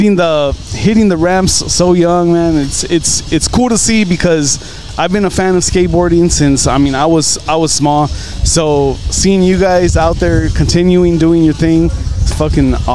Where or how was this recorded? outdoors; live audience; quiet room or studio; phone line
outdoors